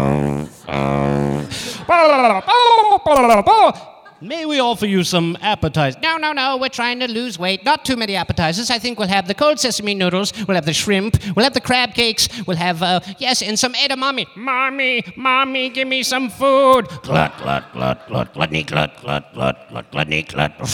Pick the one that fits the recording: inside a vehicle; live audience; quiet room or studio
live audience